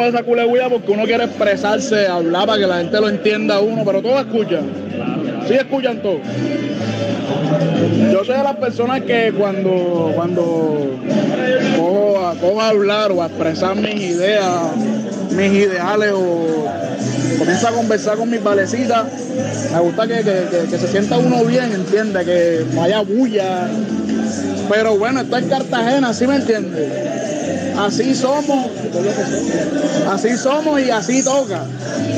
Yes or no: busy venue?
yes